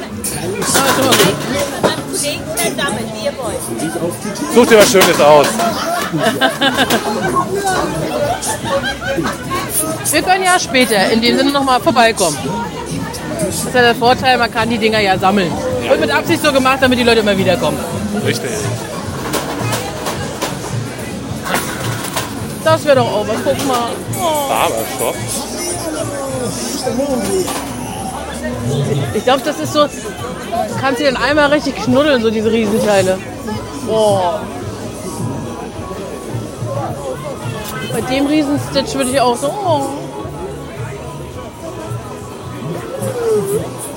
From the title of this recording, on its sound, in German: Live auf dem Weihnachtsmarkt in Rostock